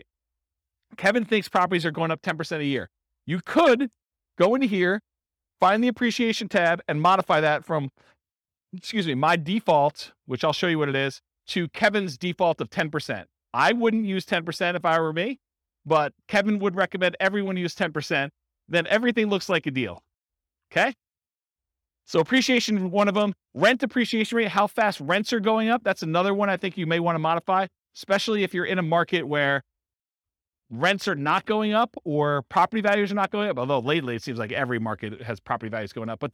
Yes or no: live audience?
yes